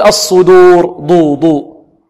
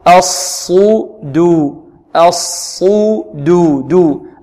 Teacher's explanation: البعض يقول الصدور ضو ضو في الدال لأن جار الصاد، خطأ هذا، بل نفخم الصاد وننعم الدال ونخلصها من الصاد · Shown in: second take